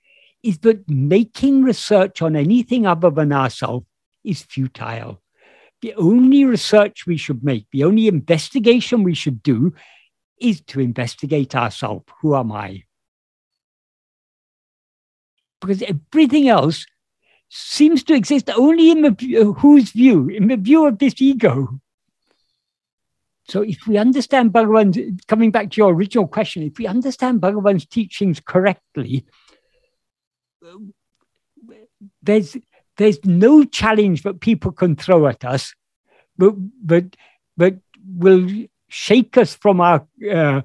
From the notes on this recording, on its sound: In a Zoom meeting.